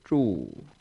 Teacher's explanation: Notice the first one drops down, it's zhu. So your voice goes zhu. It's called a falling tone.